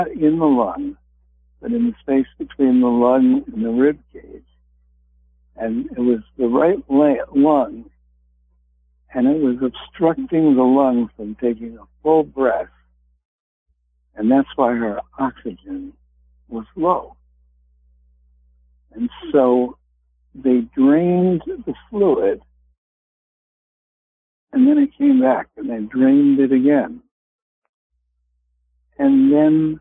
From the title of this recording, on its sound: Conference Call LIVE, July 18, 2022